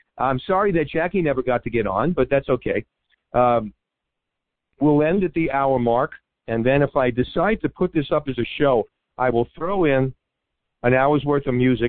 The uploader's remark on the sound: Semi Annual call in show. This week listeners call in to ask questions and comment on shows past and future.